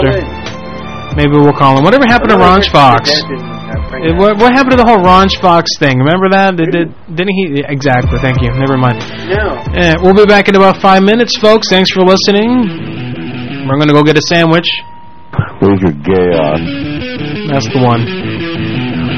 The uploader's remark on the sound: Personal Prank Phone Calls Collection